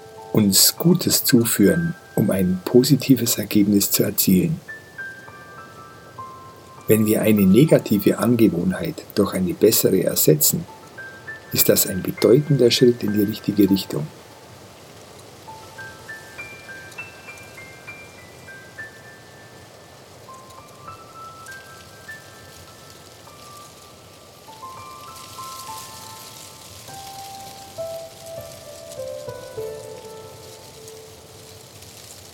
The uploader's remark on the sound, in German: In dieser Folge hörst du eine Aufnahme eines Lagerfeuers und das Rauschen eines Bergbachs. Die hochwertige Audio-Aufnahmen, die ich in Indien gemacht habe umfasst das volle hörbare Klangspektrum.